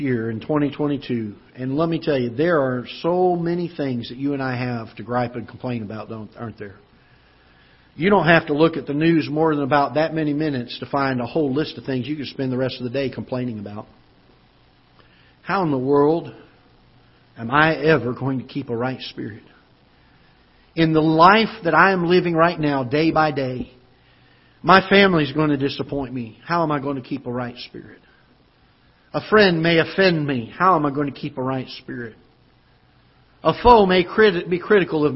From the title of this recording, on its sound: Ketha Heights Baptist Church ~ Live Broadcast